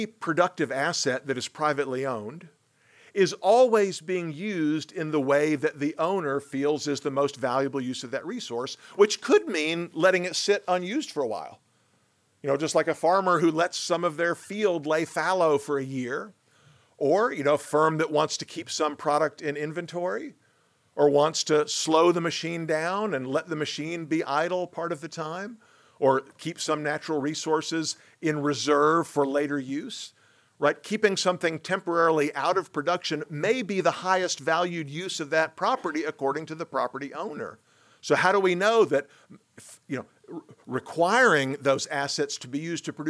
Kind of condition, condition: setting, large echoing room